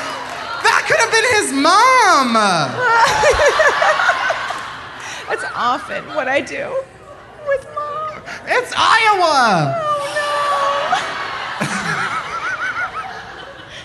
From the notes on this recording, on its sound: Live from Philly! Live on stage at the Philadelphia Podcast Festival.